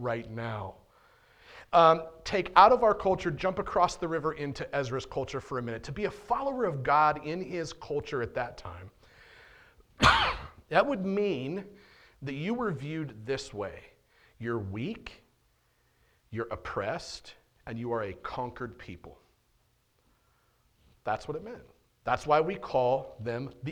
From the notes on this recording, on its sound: on February 6th, 2022 at The Well, an Acts 29 and Converge Heartland Church in Hastings, NE